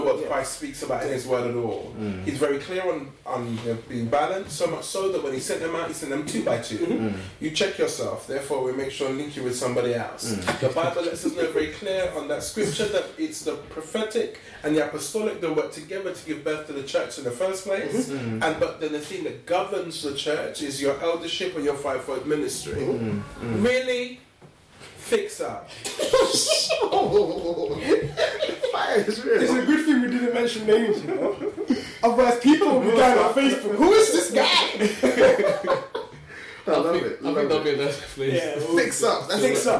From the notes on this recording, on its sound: It was from way back so the quality of the audio might not be as good as it is now.